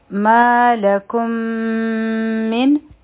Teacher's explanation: والا ادغام نو دا به څنګه وایو ما لکم من یعنی په میم باندې به مونږه غنه کوو لږ ټایم به ورکوو بیا به میم او نون یو ځای شي